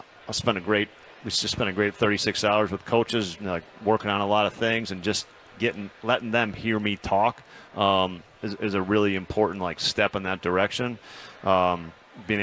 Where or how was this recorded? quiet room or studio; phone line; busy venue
busy venue